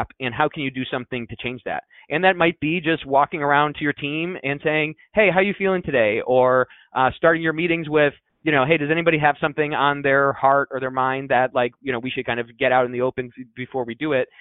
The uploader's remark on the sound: Over the phone.